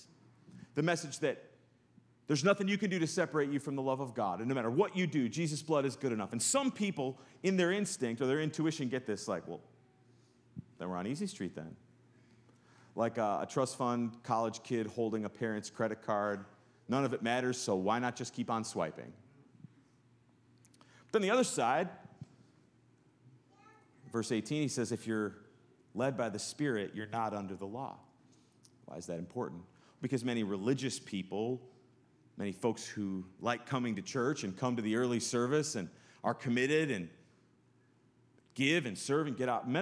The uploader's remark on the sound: Sunday sermon. Live from good news in the neighborhood, a new church. In the nw suburbs of chicago.